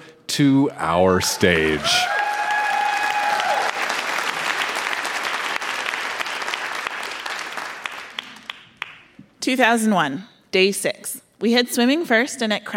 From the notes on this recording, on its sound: Recorded live at the Arden Theatre in St.